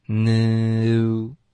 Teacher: I, for all I, okay? For all I knew,大家也注意这个嘴唇的滑动 knew, okay? 开头嘴唇是放松的结尾是嘟起来的